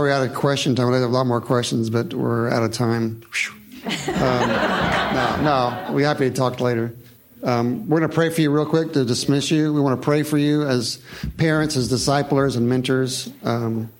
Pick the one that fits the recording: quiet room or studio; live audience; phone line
live audience